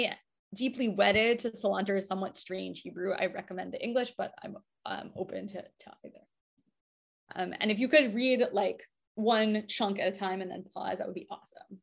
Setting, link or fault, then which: link, video call